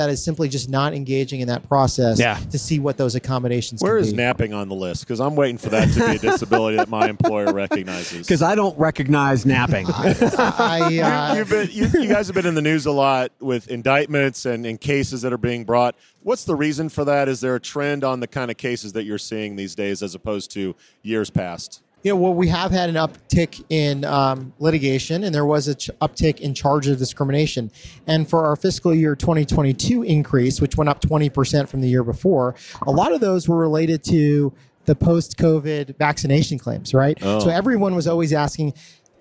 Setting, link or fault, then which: setting, busy venue